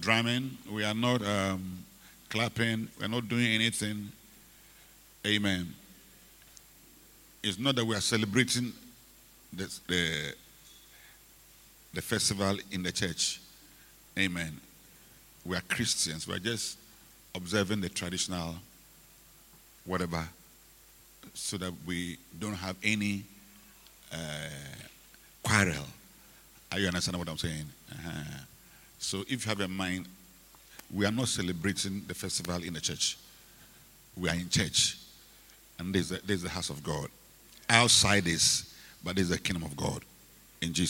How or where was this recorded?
large echoing room